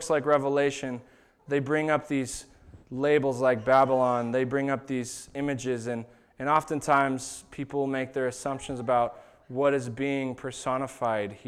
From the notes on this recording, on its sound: This was the sermon that was preached at Shelton Church of the Nazarene on September 15th, 2019.